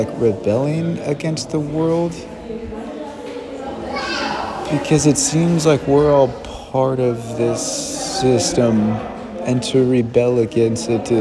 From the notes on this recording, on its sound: A native art gallery field recording into the “Institute for Art in Context: Master Exhibition.” CCA.Berlin.